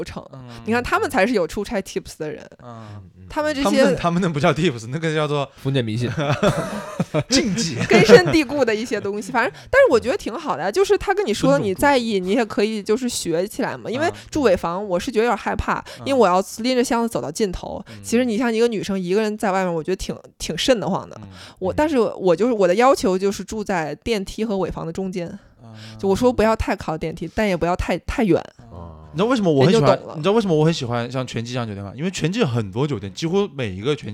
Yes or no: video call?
no